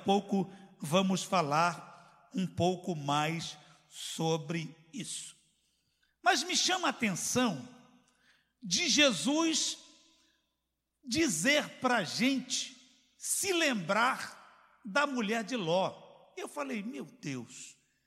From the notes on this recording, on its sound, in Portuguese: CULTO AO VIVO